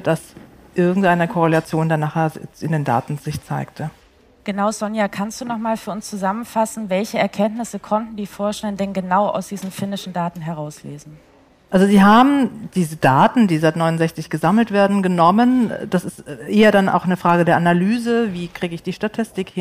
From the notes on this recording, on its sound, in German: Live aufgenommen - beim "WELT Summit - Future of Health".